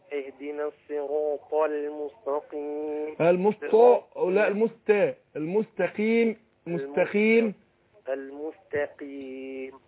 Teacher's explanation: وراح داخل على اللام رقاقه اقول الصراط طل ما هوش طل يبقى فخم اللام مع الطاء